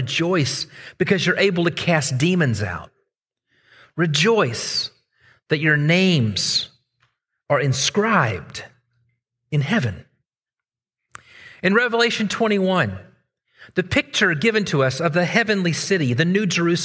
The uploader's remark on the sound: Originally preached at the West Side Church of Christ (Searcy, AR)